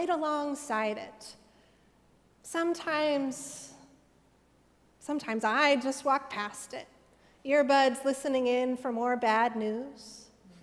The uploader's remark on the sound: Sermons from Old South Church in Boston.